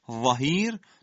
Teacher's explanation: درشت و پرحجم و با حالت اطباق و استعلا